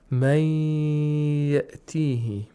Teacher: The نون ساكنة is not pronounced at all. Instead, it merges into the next letter and it makes it مشدد. · Term: إدغام of نون ساكنة